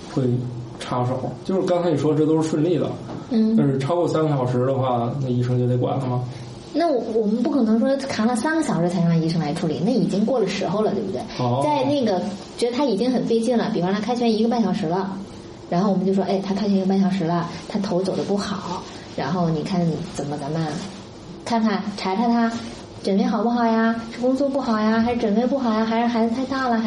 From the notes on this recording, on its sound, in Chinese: 本期节目在玉米实验室的办公区用录音笔录制，可能有街道上的杂音，请见谅。